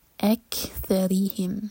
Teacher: کیف پر ہمس اور ری باریک